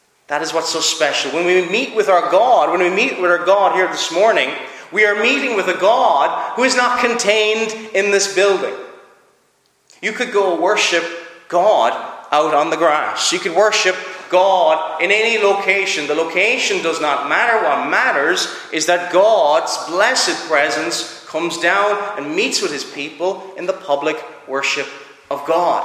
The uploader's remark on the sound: Preached at Clare Reformed Presbyterian Church